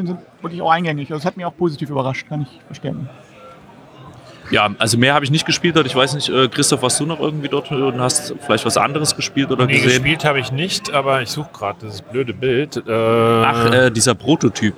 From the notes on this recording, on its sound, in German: Live am Freitag vom Meet’n’Play von der Spiel 2019 in Essen.